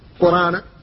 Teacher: ابن كثير يسقط همزة القرآن في كل القرآن